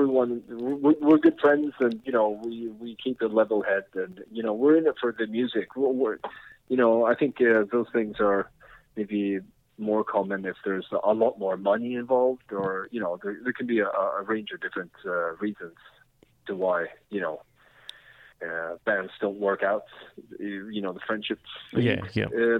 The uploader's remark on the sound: Chats via phone. All the way from Sweden.